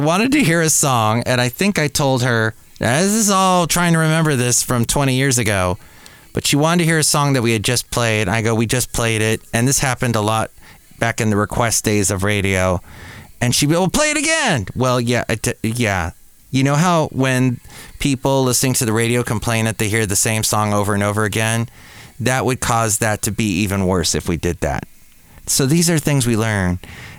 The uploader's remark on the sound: podcasts live from Café Anyway